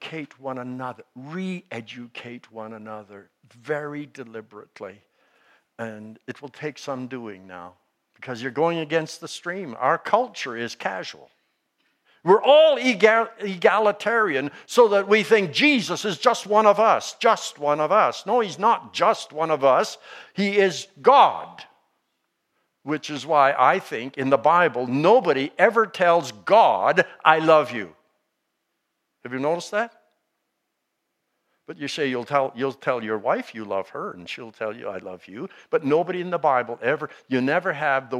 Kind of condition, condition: setting, large echoing room